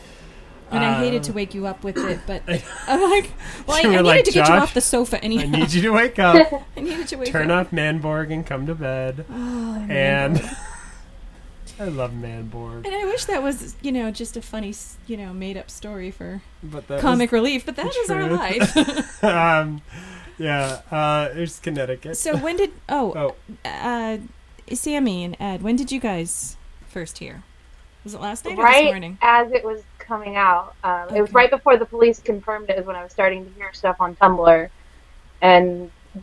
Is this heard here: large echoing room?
no